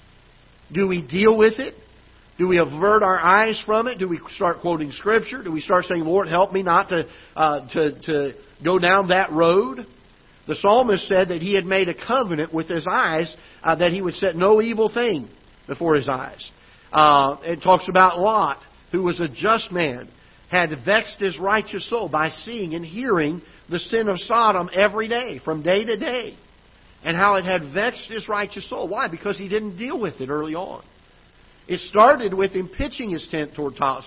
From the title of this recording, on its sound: Ketha Heights Baptist Church ~ Live Broadcast